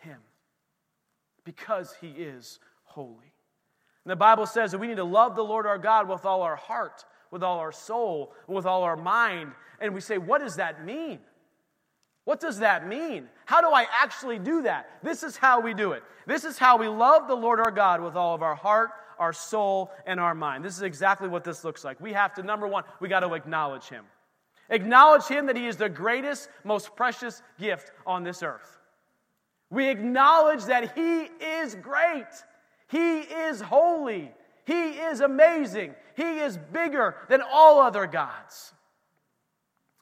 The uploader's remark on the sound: This recording is of the whole service (excluding worship).